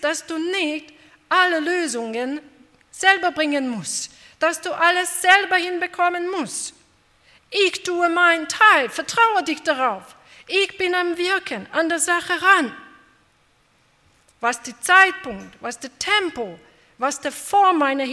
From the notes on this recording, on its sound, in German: bei einer Veranstaltung der Liebenzeller Mission